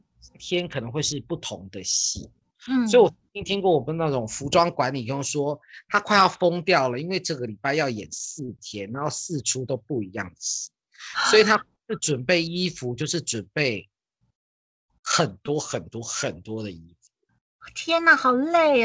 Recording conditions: video call